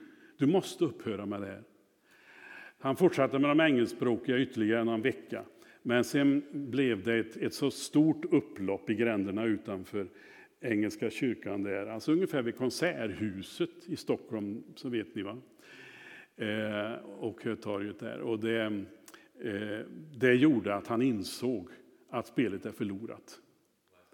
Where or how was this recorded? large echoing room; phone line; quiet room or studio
large echoing room